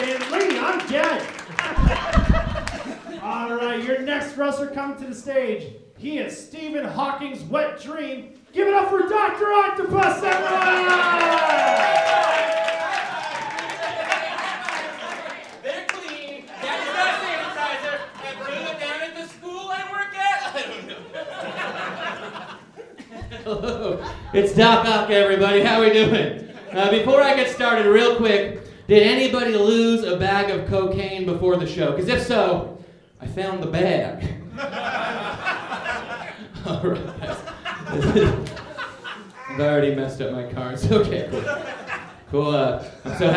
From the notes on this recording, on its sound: An episode from their live show Nerd Roast. This month's show comedians dressed up as characters from Spider-Man and roasted each other.